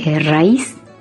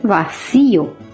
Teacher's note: Se rompe el diptongo y se separan las dos vocales, formando otra sílaba. · Term: hiato